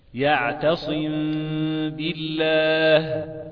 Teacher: يبقى أنا عندي غنة، ميم ساكنة بعدها باء · Term: إخفاء شفوي